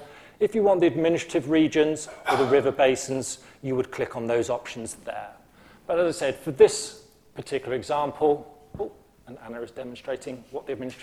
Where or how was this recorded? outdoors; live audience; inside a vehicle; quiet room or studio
live audience